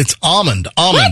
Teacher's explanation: It sounds like you don't say the D either.